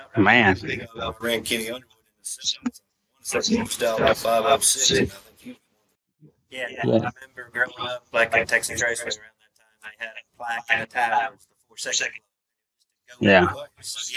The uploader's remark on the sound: recording live from the Mickey Thompson Million in Montgomery, AL.